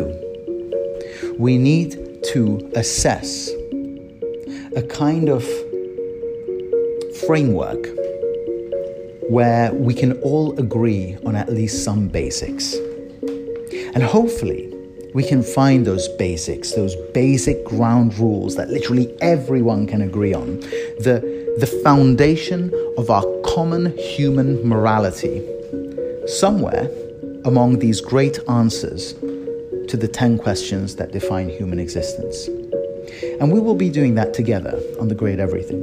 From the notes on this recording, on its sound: Recorded on my phone while pacing around over creaky floorboards (apologies for the sound!).